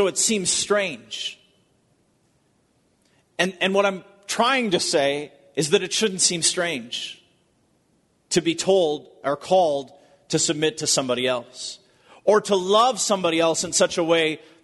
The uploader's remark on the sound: Recorded at Bethany Church in Bloomington, MN.